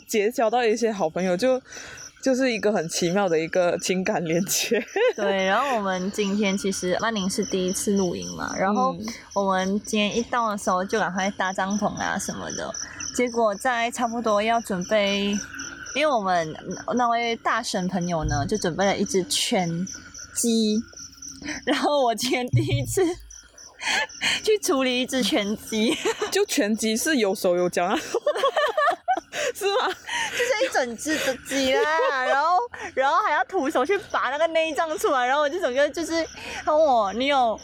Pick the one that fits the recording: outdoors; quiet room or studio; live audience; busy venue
outdoors